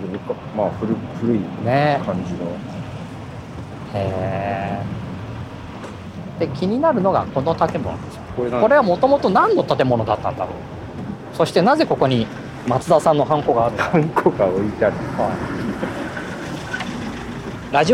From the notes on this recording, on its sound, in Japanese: ロケ収録 モーニングを求めて名古屋駅西を歩く。